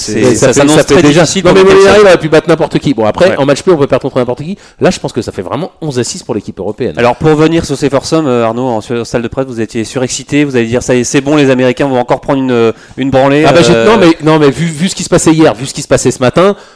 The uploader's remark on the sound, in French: Enregistré le samedi 29 septembre 2018 au Golf National, 78180 Saint-Quentin-en-Yvelines.